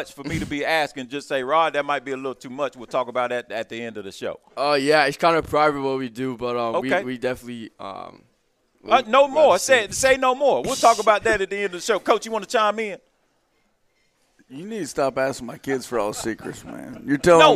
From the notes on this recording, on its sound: live from Monte De Rey Mexican Restaurant in Kernersville